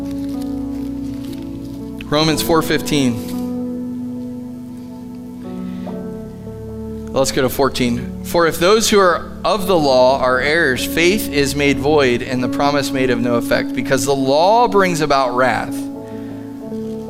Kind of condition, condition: setting, large echoing room